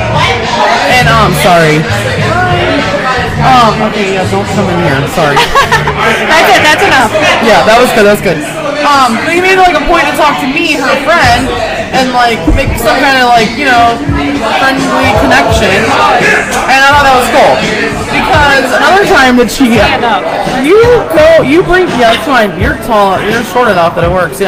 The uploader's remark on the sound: We are LIVE at Zazou's in Covington, KY during Oktoberfest Mainstrausse 2021.